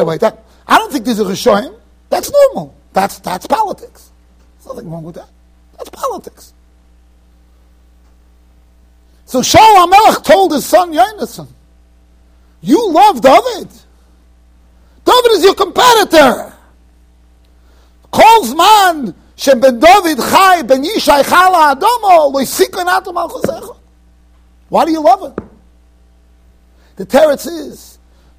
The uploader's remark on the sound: Shiur recorded in Yeshivas Ohr Reuven, Monsey NY.